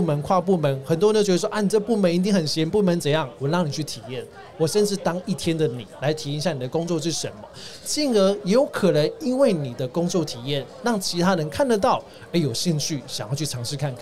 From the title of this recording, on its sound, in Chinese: VISION 2022 臺大校園徵才博覽會-Live Podcast